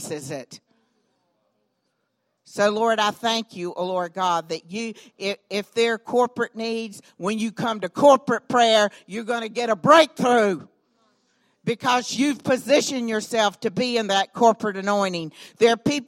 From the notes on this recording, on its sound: recorded on Sunday, July 29, 2018, during services at The Anchor Church in Rockport, Maine.